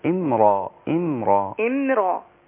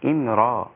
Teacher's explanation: الميم سكنة رقيقة والراء بعدها ايه مفخمة مفتوحة · Shown in: first take